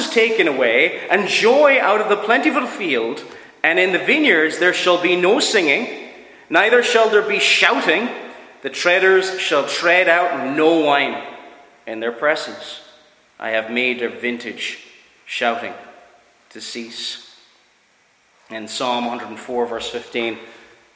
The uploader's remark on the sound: Preached at Ballyclare - Doagh Free Church